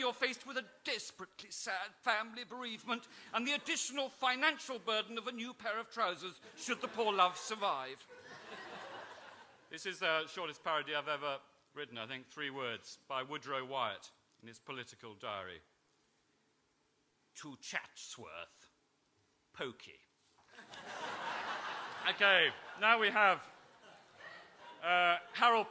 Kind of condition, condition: setting, live audience